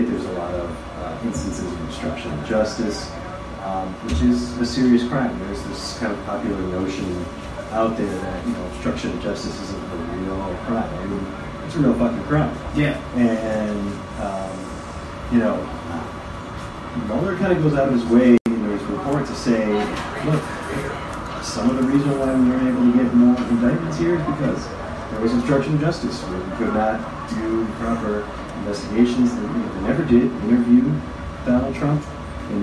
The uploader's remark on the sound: Live From Shenanigans